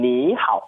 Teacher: But the idea is when these two match, it becomes second tone and third tone